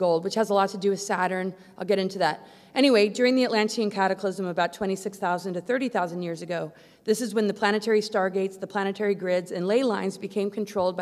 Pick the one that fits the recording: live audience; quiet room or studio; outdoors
live audience